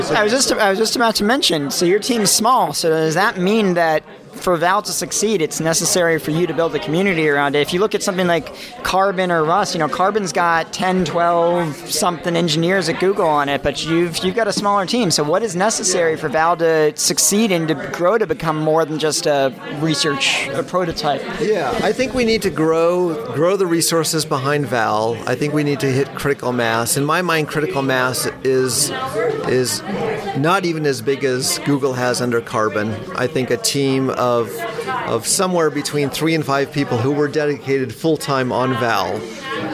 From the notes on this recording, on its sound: live from C++ On Sea 2023